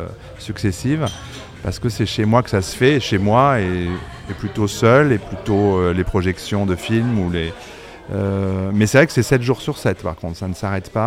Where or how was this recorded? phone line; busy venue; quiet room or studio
busy venue